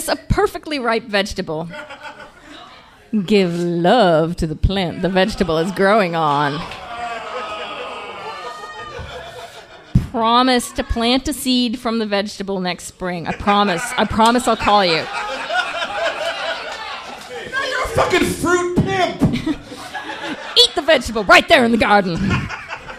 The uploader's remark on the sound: The audio presented here is the full live show itself